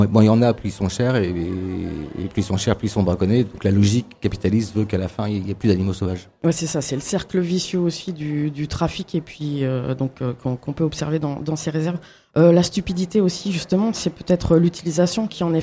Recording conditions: busy venue